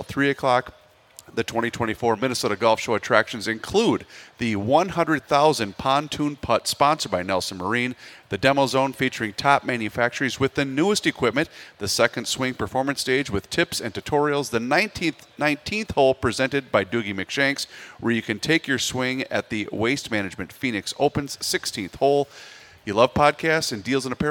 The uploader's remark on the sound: live at the 2024 MN Golf Show